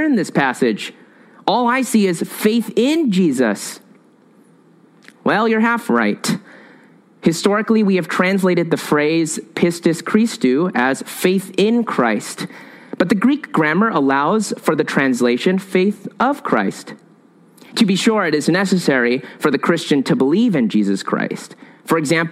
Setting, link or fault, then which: setting, large echoing room